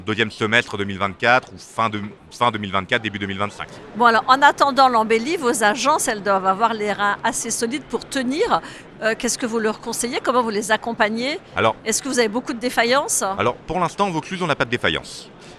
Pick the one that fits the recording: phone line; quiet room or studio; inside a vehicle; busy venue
busy venue